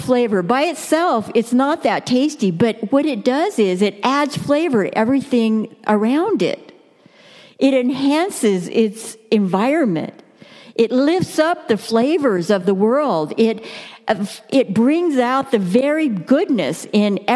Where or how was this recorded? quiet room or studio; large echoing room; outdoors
large echoing room